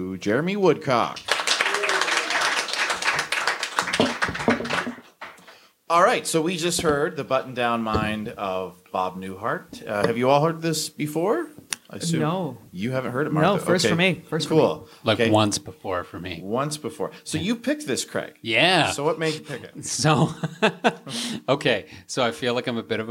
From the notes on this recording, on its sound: This episode was recorded before a live audience. At The Social Capital Theater.